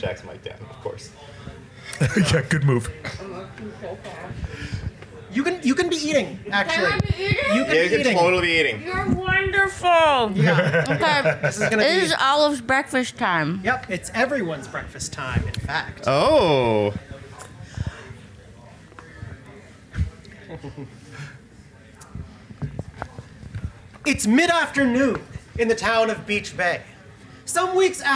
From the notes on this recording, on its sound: Live at IndieCade. We're releasing the complete LIVE SHOW from last fall's IndieCade.